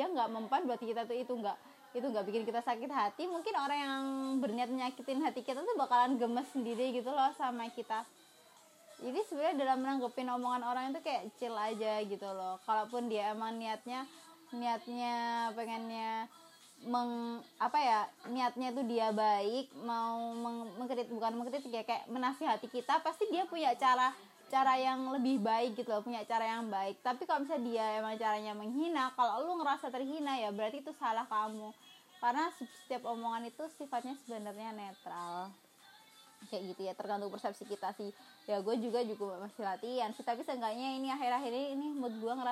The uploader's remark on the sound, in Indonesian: Jangan salah fokus sama backsound